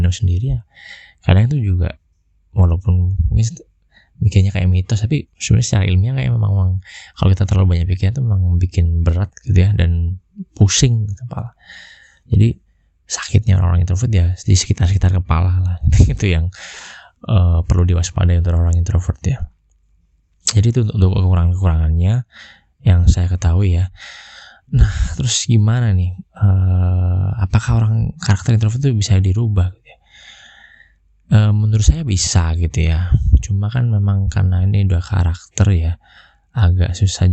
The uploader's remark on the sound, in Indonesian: Mohon maaf audio kurang maksimal